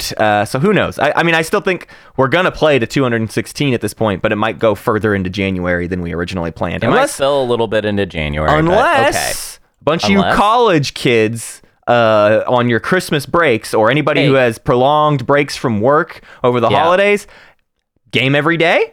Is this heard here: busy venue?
no